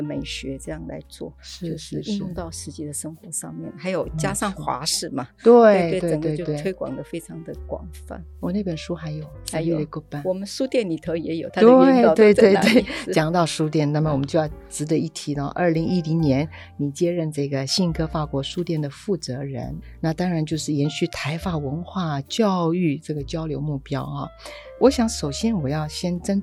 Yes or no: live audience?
no